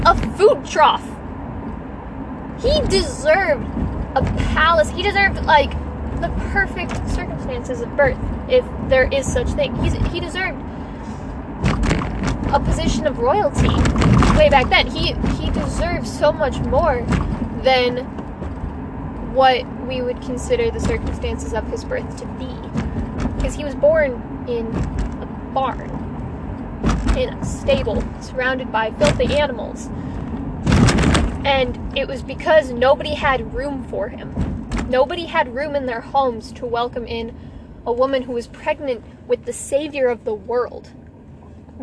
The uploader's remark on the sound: sorry about all the background noise.